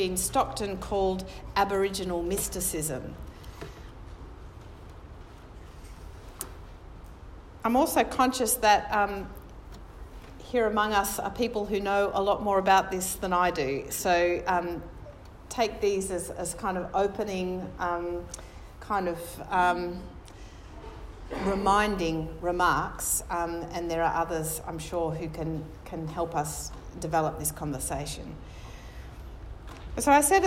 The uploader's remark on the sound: National conference Adelaide 2018